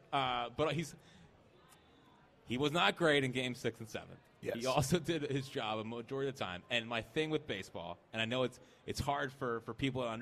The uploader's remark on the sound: live from Chickies in South Philly